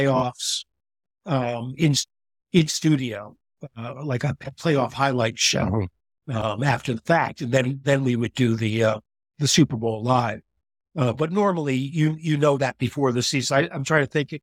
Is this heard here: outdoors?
no